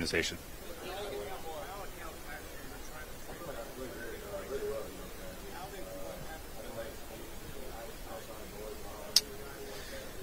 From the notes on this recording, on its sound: LIVE At The NFL Combine. LIVE from Indy.